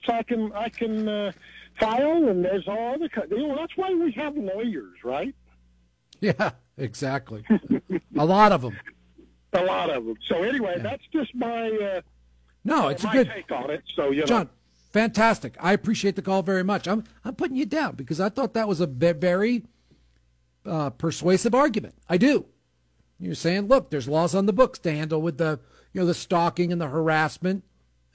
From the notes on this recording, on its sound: takes your phone calls